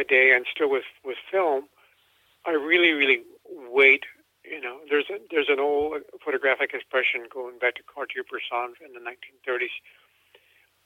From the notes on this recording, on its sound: over the phone interview